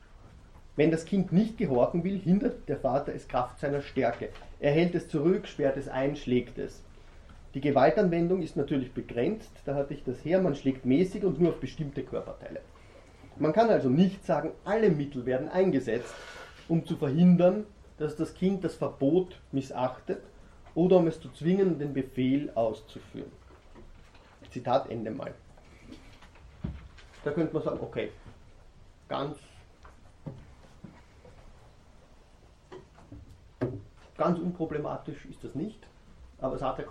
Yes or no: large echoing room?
yes